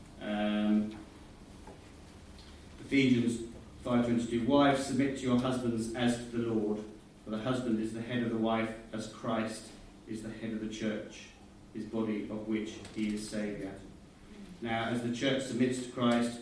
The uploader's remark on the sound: Sound quality below normal, was recorded from alternative source.